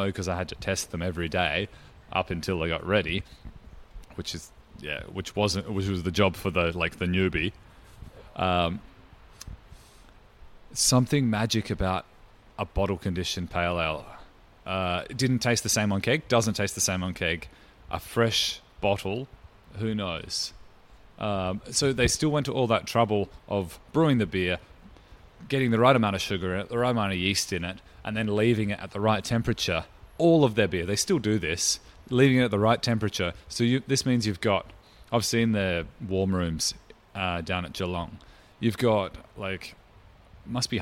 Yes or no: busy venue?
yes